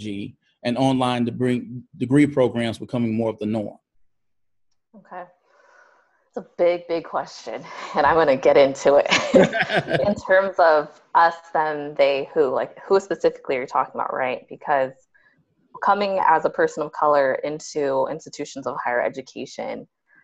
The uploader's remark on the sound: On this episode, I Zoom